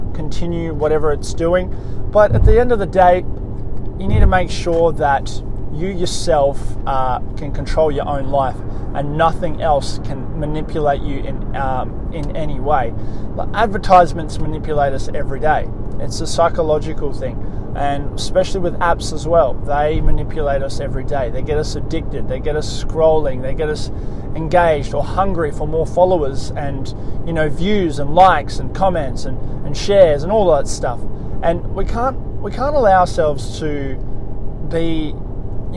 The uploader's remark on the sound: On this episode I am in the car